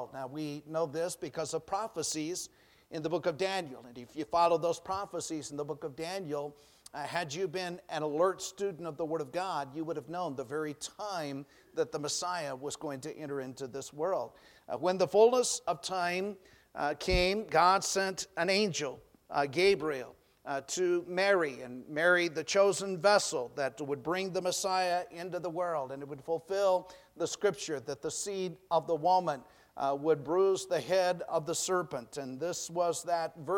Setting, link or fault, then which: setting, large echoing room